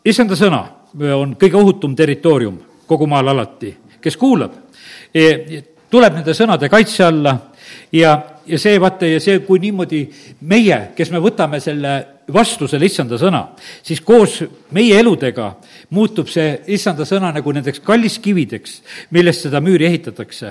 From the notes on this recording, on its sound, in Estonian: Audio salvestus koosolekult